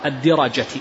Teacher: أصحاب الحديث ينطقونها بكسر الدال وفتح الراء